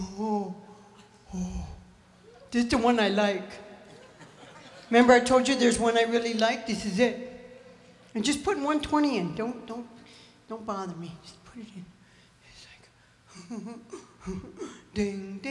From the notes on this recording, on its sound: Live at the South Point Casino